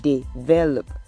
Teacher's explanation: The stress is on the second syllable. But what people say most of the time is develop.